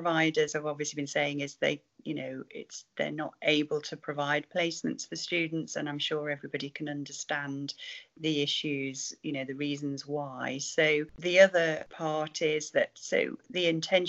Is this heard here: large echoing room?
no